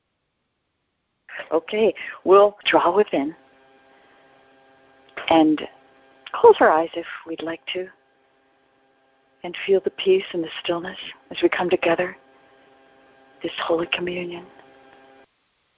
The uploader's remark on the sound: ACIM Daily TEXT Conference Call.